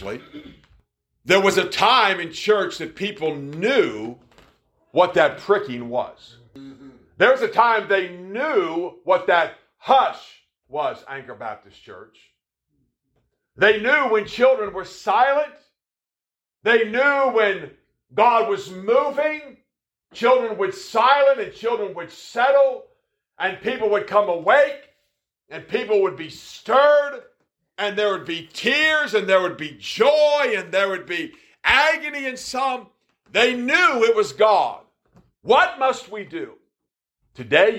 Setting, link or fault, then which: setting, large echoing room